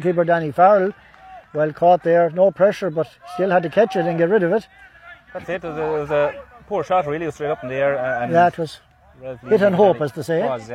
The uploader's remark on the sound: Full Live Audio Commentary from Dromod